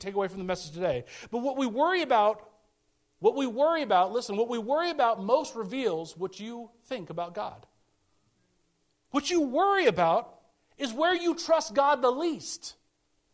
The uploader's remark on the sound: speaking at Soma Community Church in Jefferson City, MO on 20 August 2023